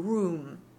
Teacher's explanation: It should be a closed ooh